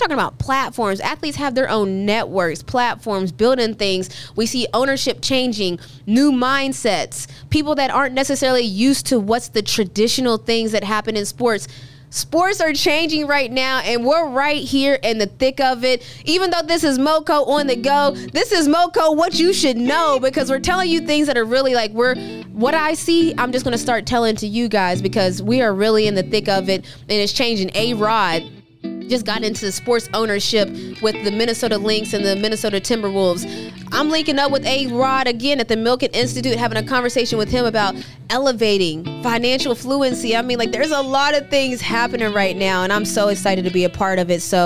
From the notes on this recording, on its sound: Is on location from the Atlanta Dream Media Day.